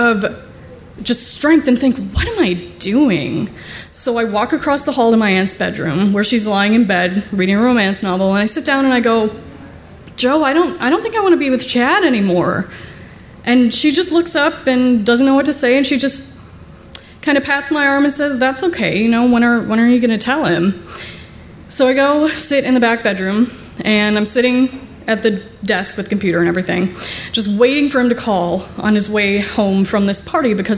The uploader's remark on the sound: Live From Milwaukee! At our first live show in Milwaukee.